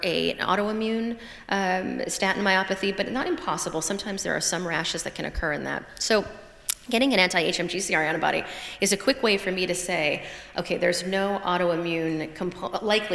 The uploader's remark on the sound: Recorded LIVE at Johns Hopkins.